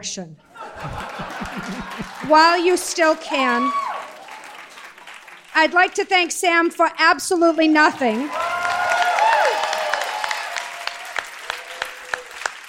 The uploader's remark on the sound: LIVE at the Bell House in Brooklyn